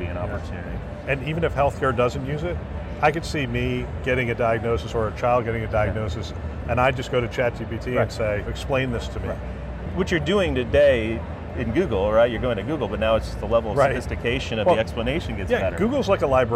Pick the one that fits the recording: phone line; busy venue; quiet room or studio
busy venue